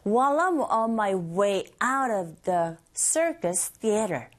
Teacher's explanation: 이때 while I'm 이렇게 발음되는 이유는 while 이 자체가 빨리 발음되어져서 ᄅ 소리와 뒤에 나오는 I와 연결되다 보니 while I'm 이렇게 들릴 수가 있고요. 모두 다 기능어인지라 하나의 청크로 덩어리로 발음이 되고 있죠